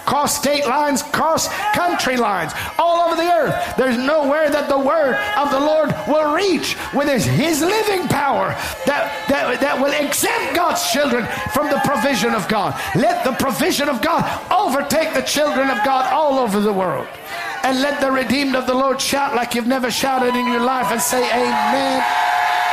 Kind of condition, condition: setting, large echoing room